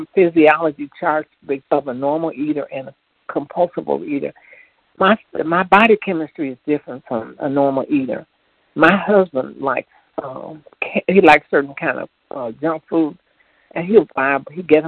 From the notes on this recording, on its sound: 100 Pounders Phone Meeting on 12/2/20